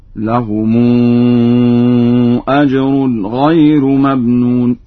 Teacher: فقد قرأ ورش بترقيق الراء